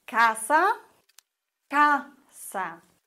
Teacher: Das Wort endet auf Vokal, auf A, und die vorletzte Silbe wird betont. Das ist in dem Fall die erste, casa, und kein Akzent.